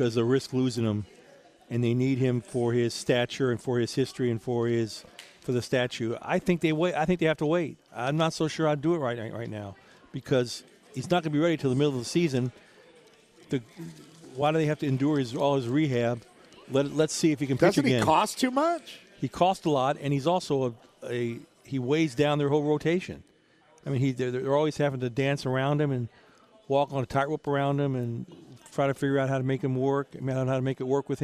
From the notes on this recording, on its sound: LIVE from The Breeders Cup at Santa Anita Park